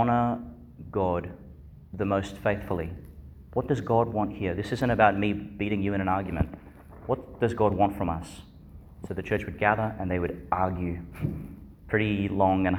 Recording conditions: large echoing room